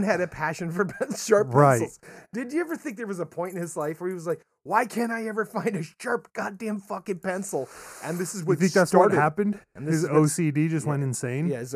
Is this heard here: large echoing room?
no